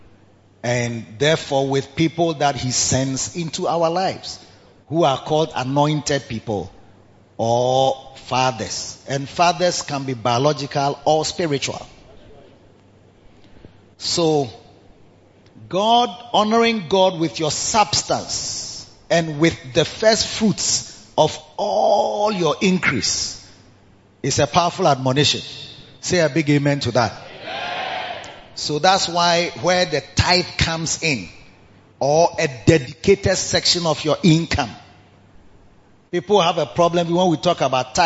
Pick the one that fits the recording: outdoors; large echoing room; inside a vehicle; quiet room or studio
large echoing room